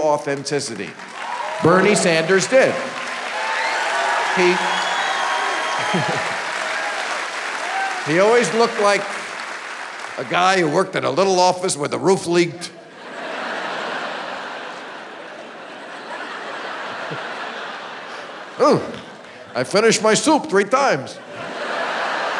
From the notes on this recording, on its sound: Live from Oklahoma